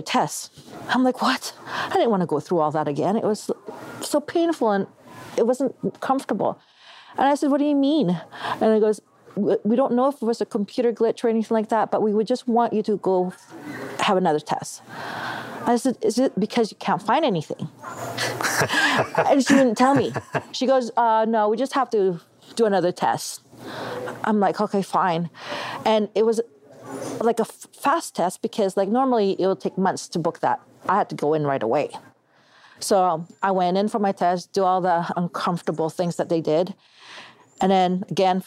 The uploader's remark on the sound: This interview was recorded at the Canadian Summer Camp